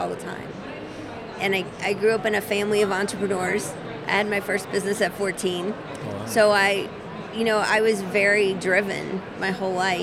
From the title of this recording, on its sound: Live from #IMEXAmerica